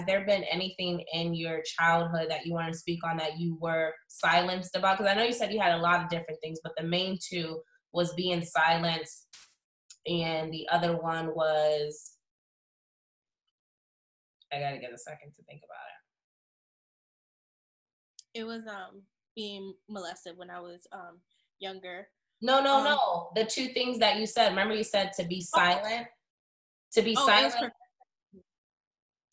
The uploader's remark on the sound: Sorry for the quality this was a Zoom Meeting.